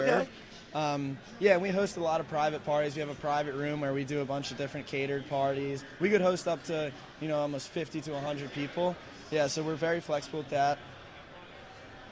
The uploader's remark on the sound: Live at The Caesars Sports Book inside the Tropicana in Atlantic City.